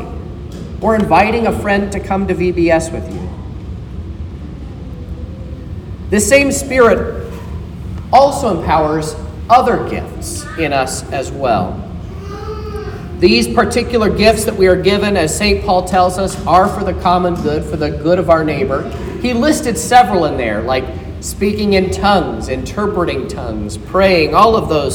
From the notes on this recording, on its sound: This is the sermon preached at Trinity Lutheran Church in Vallonia, Indiana